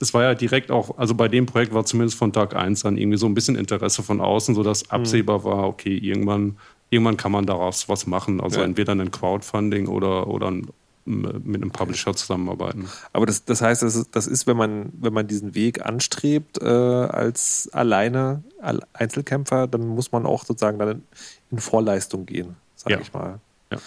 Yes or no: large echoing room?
no